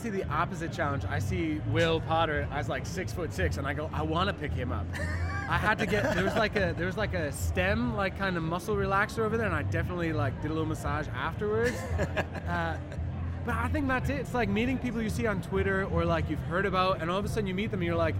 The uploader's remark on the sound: Live from SHAPE Nashville. Tune in to hear all the fun and insight from the national conference as it took place from the US Games booth in the Exhibit Hall.